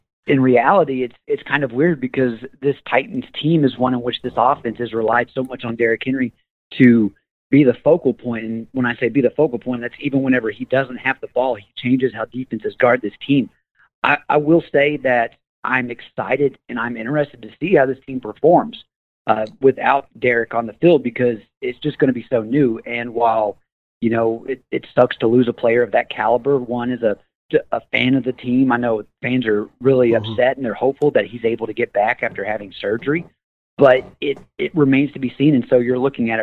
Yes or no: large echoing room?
no